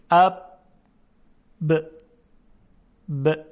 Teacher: اما به محض کنده شدن لبها حرف با تلفظ میشه، اب ب ب. میبینیم که با باز شدن یا کنده شدن لبها صدای با ایجاد شد